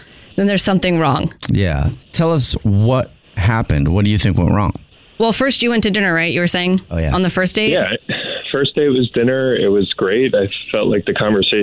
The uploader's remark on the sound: Phone Prank